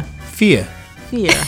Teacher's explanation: You're leaving the R's off.